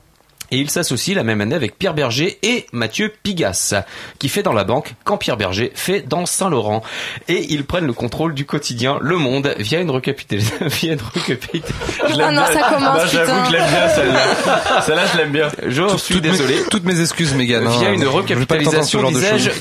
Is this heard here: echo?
no